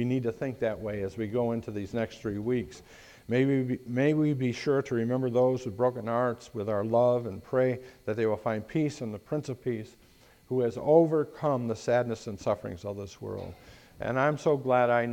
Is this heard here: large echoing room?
yes